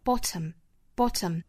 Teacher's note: 这里面的 t 的发音是要爆破哈，t 爆破送气出来